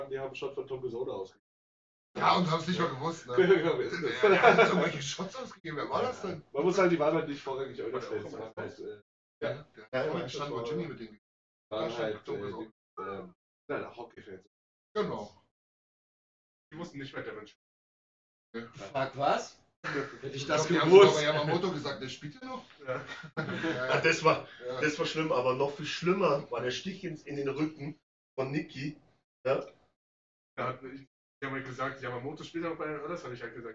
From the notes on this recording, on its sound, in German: Bericht aus Edmonton. Sorry für die Tonprobleme. Entschuldigt die Tonqualität und Tonausfälle.